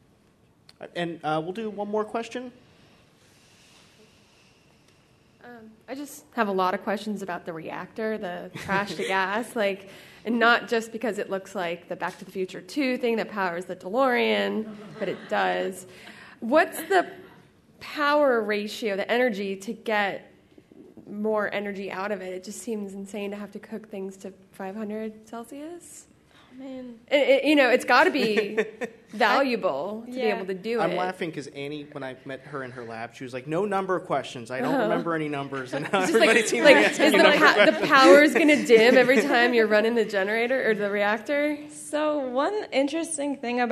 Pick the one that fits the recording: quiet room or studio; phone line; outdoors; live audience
live audience